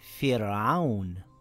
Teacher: If it has a kasra in the same word, it will also be pronounced light. It reads as Fir'aun, with a light Ra.